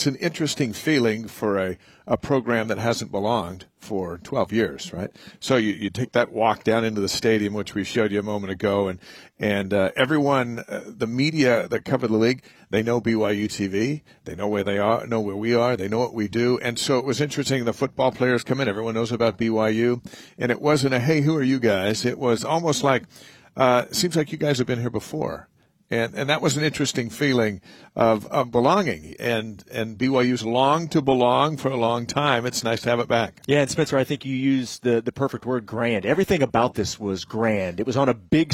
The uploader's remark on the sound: BYUSN is live at the Big 12 Media Days.